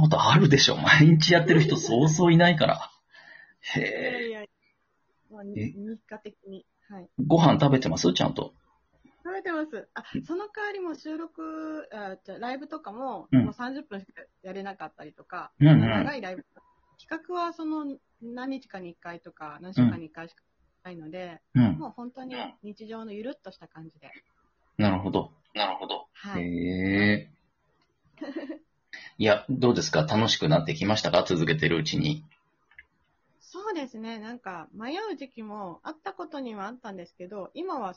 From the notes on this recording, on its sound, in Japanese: Radiotalkアプリの「リモート収録機能」を使って。リモート収録 #ラジオトーカー #ゲストと一緒に配信 #2人組 #笑い声あり。